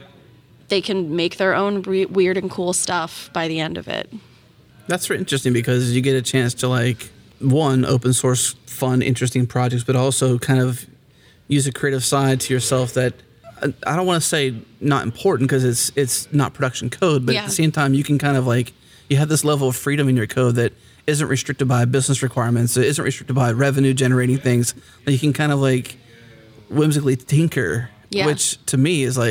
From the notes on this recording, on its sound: recorded at Node Interactive 2016